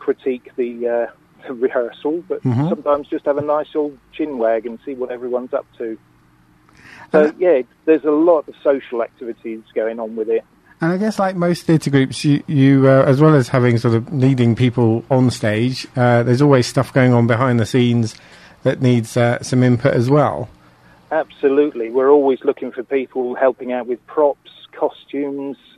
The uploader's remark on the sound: joined on the phone